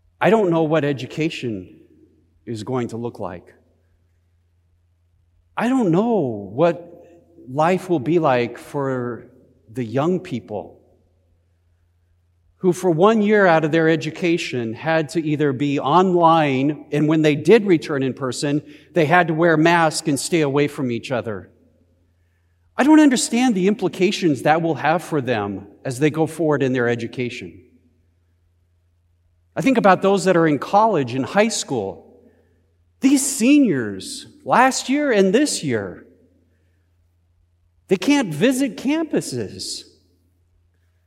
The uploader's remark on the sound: Easter Service of Worship. Recorded live at Beatitudes Church in Phoenix, AZ.